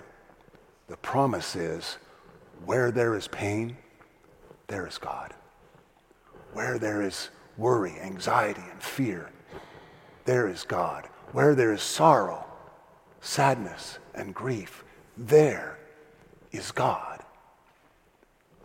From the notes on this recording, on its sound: First Community Church. Delivers his Christmas Eve Sermon "Rejoice" from the 9PM Festival of Lessons and Carols Service.